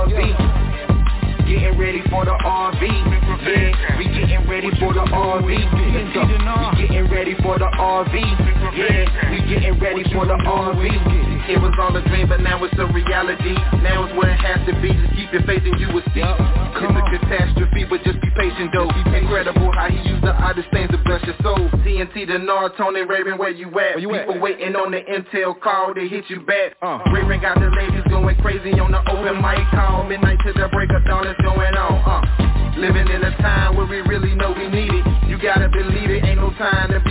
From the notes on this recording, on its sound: TNTSuperfantastic Conference Call.